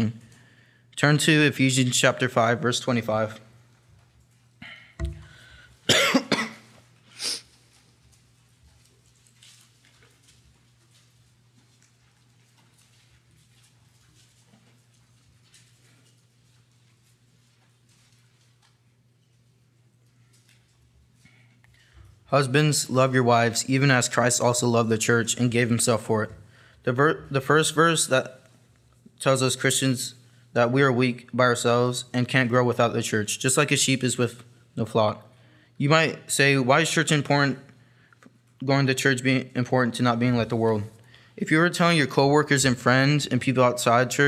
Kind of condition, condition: setting, large echoing room